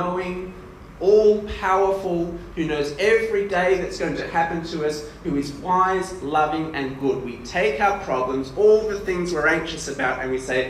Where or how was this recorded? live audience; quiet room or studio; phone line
live audience